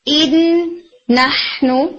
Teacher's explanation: ناک میں آواز لے کے جاتے ہیں، یعنی غنہ کے ساتھ آپ ادغام کر رہے ہوتے ہیں